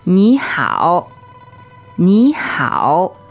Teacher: Okay, so two third tones.